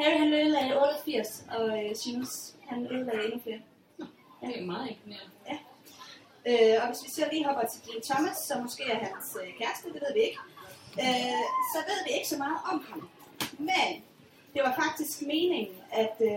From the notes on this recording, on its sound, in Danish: Det Første Liveshow fra Harry Potter Festival i Odense.